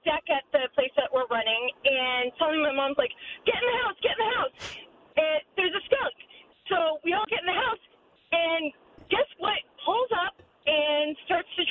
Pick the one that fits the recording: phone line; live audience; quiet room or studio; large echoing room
phone line